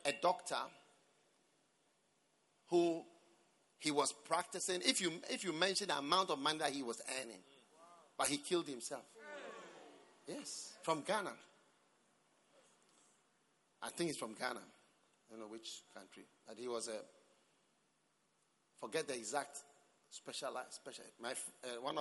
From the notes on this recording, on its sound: Preached at the Prophetic Encounter Service.